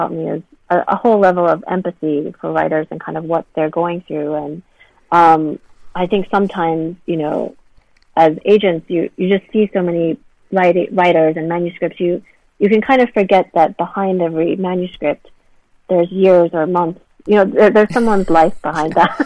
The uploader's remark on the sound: This interview is recorded over a line, so please forgive any glitches in sound.